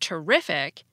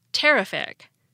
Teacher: the adjective terrific has stress right before the IC · Shown in: first take · We don't say terrific.